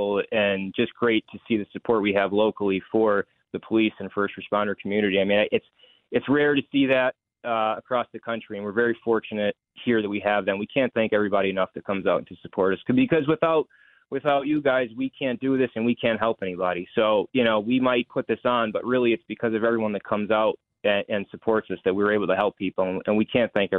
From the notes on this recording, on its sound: calls into "The Rob O'Donnell Show"